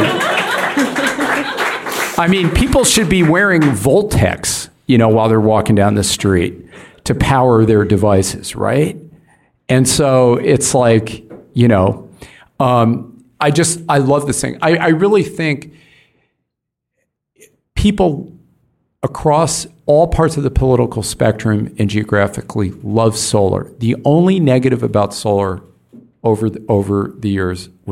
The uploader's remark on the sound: This conversation was recorded live in Oakland, California at Powerhouse.